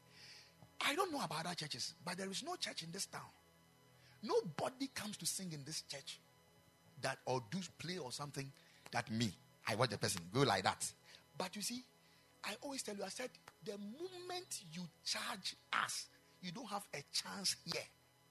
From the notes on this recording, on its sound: Preached at the Ekklesia Campus